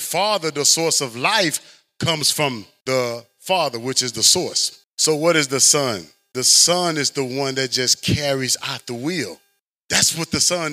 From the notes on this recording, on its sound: Audio Rip from Chapel. This is the audio friendly copy of the chapel sermon.